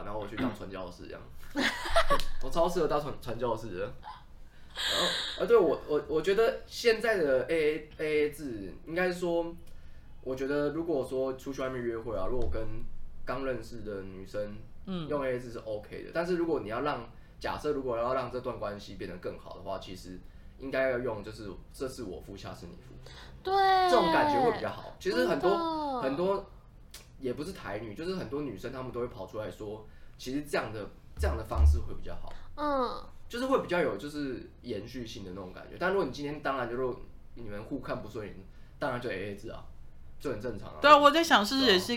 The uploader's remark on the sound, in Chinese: 收音最近都有忽遠忽近的問題。